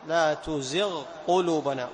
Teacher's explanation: نظهر الغين عند القاف، نحقق الرخاوة في الغين ونحقق الشدة في القاف، لا تزغ قلوبنا، والجهر كذلك في القاف. · Term: الإظهار